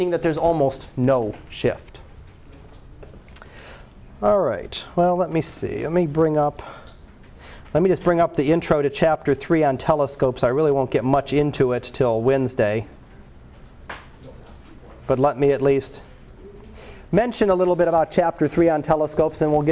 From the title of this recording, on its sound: Live Class Lecture